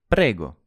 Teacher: The first is the Italian r, the Italian r. But when it's a single r, like in prego, it's actually fairly simple. It's the same as the American T or D in words like butter or ladder.